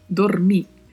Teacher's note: Quanto à pronúncia de dormir, o O é sempre fechado e o R com vibrato